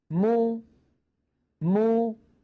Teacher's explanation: تبتعد الشفتان عن بعضهما، ويصاحب ذلك مخرج أم الضمة وهي الواو · Term: الميم مضمومة